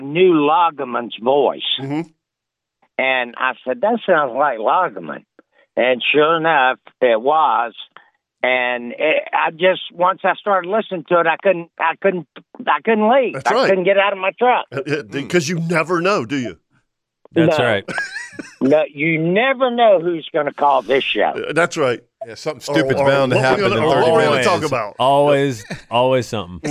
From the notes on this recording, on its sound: lot of people (including several OS Hall of Famers) called in to share their show stories and memories